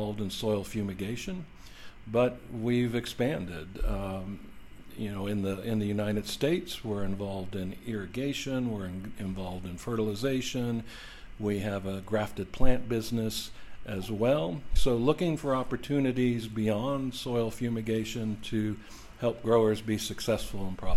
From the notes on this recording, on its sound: This podcast was recorded at the 2023 Ballarat growing better potatoes workshop.